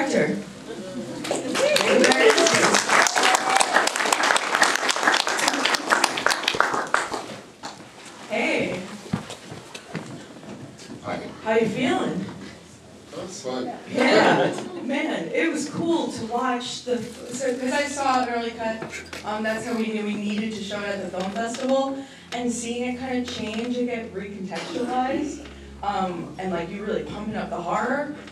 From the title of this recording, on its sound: Live from the Unnamed Footage Festival